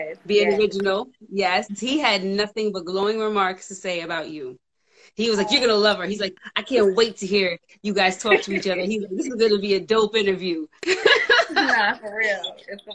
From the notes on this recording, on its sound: a special Instagram Live #WFH edition